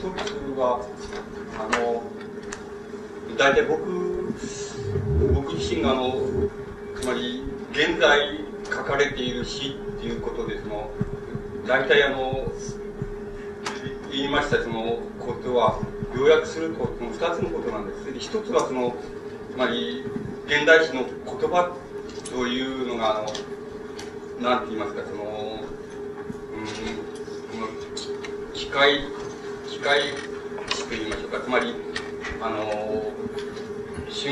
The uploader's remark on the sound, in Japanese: 主催：詩誌「無限」事業部 場所：明治神宮外苑絵画館文化教室。録音者の手元でのノイズが入る。